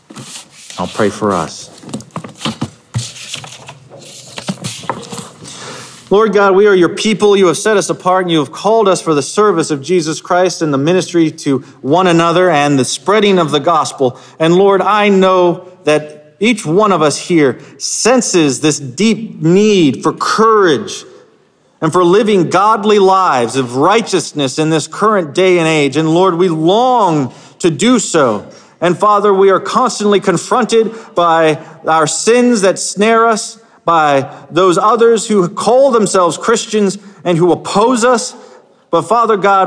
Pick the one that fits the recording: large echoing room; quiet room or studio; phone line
large echoing room